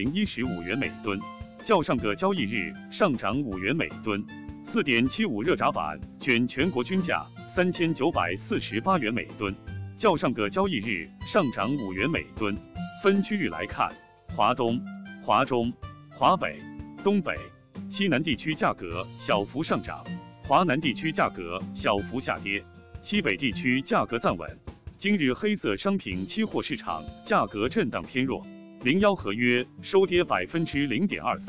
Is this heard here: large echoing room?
no